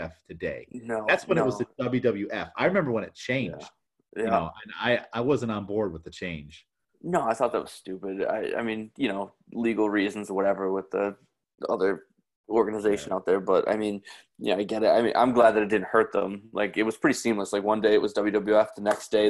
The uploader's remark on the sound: This episode was open for listeners of the show to hop on the zoom chat to listen to the conversation and add their two cents.